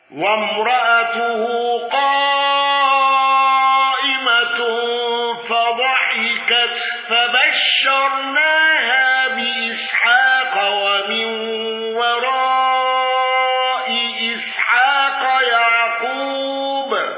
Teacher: قنبل بإبدال الهمز الثانية ياء مع الإشباع